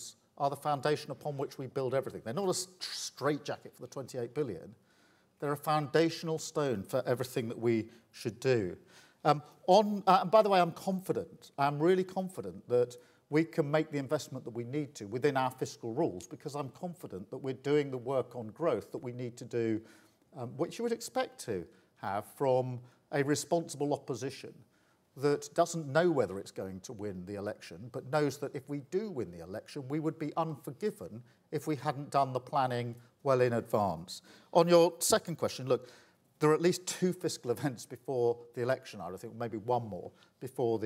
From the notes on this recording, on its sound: at the final report conference for The Economy 2030 Inquiry